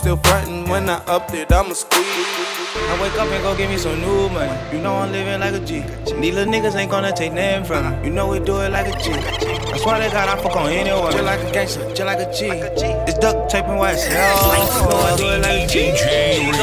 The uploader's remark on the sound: LIVE from a House Party